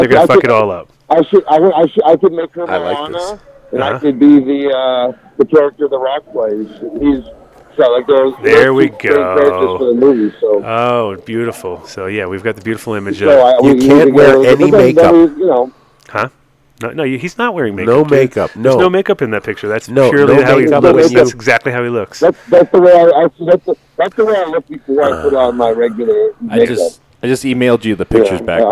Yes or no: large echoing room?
no